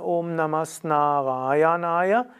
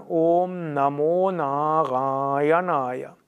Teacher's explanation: Also dieses As, wenn darauf ein Na folgt, also ein N, dann wird das As zu O. · Shown in: second take · Und deshalb sagt man Om Namo Narayanaya.